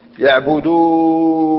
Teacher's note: تدغم النون نون الرفع في نون الوقاية · Term: الإدغام